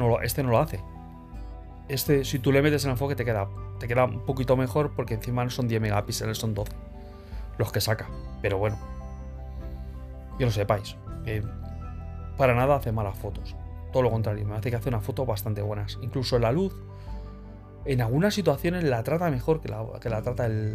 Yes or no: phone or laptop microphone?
yes